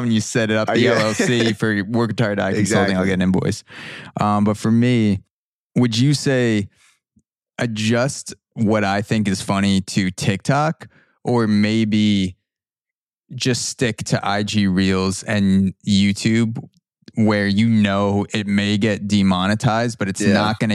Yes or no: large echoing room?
no